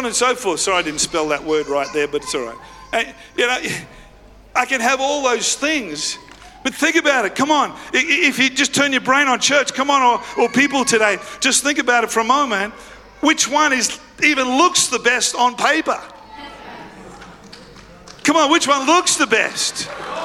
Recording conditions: large echoing room